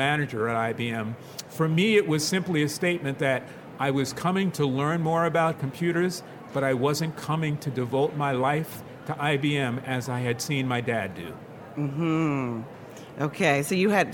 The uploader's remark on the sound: This episode of Editors Unedited was recorded live on the ALA 2019 show floor.